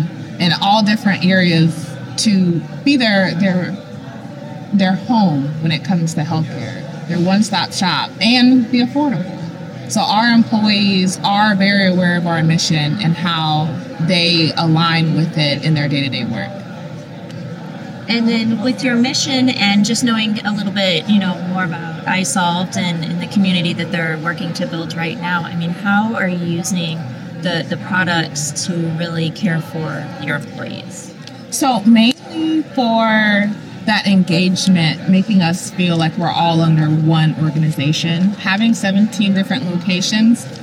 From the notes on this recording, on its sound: LIVE from isolved Connect. Live from the isolved Connect Conference in Nashville, TN.